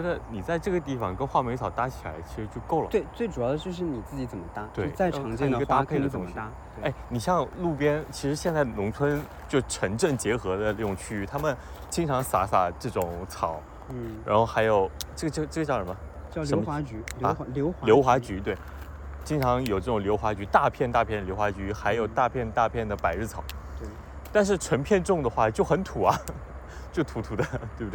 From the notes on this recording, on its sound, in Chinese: 线下干活和散步时的收音闲聊。又一次在花园里一起散步。